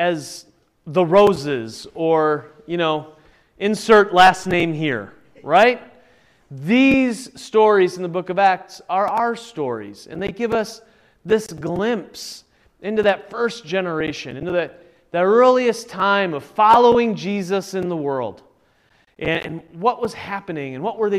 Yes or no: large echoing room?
yes